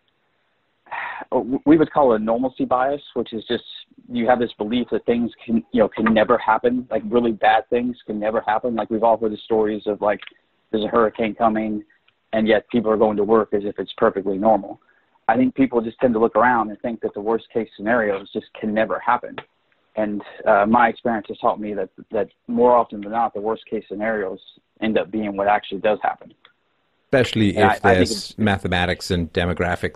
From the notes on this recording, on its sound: During a segment of the Freedomain Call In Show